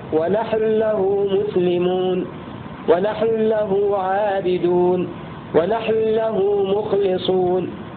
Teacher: النون تدغم في اللام مطلقا في لفظ نحن. مثال ونحن له مسلمون، ونحن له عابدون، ونحن له مخلصون، حتى ولو كان قبلها حرف ساكن، لأن هذه كلمة نحن مستثناة.